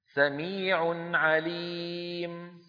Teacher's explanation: أيضا أظهرنا التنوين عند العين · Term: إظهار